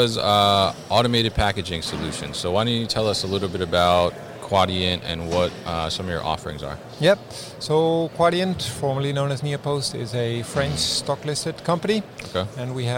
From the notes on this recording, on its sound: Quadient at MODEX 2020. This episode was recorded at MODEX 2020.